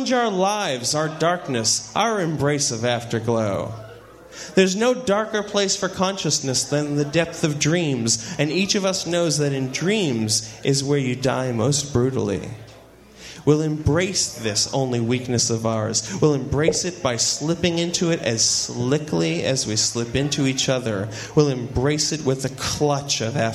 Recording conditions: live audience